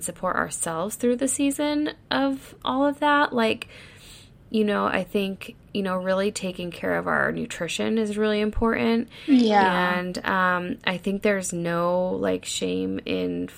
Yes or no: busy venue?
no